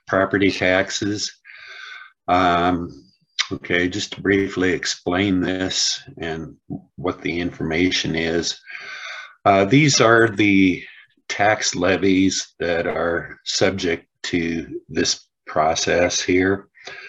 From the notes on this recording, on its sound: was held on Zoom